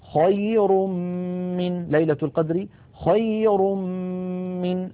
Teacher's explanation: انتقلنا من الراء المضمومة إلى الميم التي بعدها فتحول التنوين إلى ميم ثم أدغمت الميم في الميم · Term: الإدغام بغنة